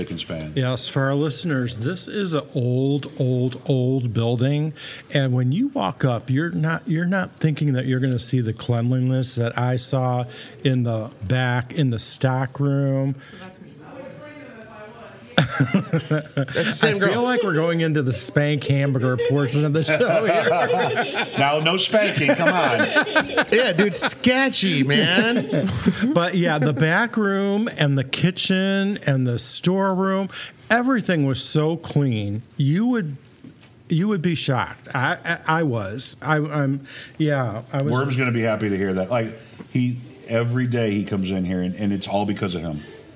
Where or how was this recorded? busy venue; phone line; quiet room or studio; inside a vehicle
busy venue